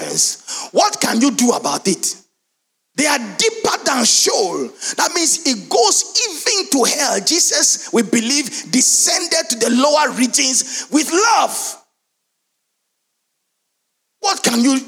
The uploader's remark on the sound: Sermon preached at CBC Shiashie Campus